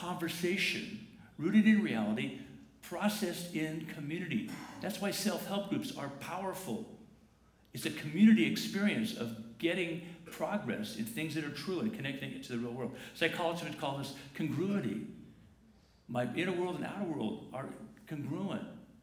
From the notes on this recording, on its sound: Morning worship takes place at 9:00 and 10:45 am on Sundays at La Jolla Community Church. The 10:45 am service on Sunday, April 28, 2019.